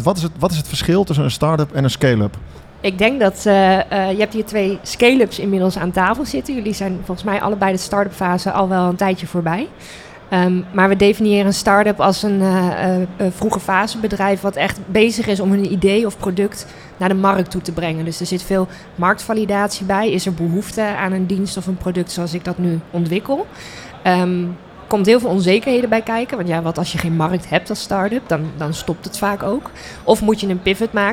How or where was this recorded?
busy venue